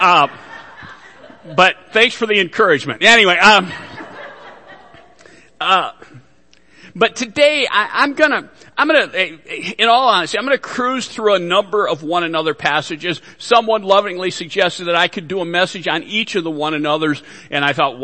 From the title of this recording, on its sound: Worship Service - Audio